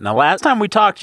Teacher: Very subtle, but the I is more like ah. So he's not saying time.